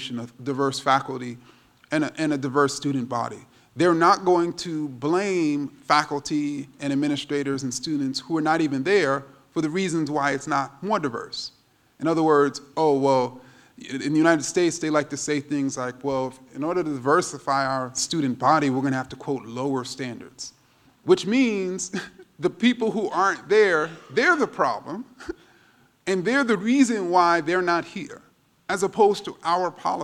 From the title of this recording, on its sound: Q&A at the "Dear White People..." Symposium in Freiburg